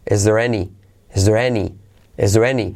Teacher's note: Mirad como la R de there decae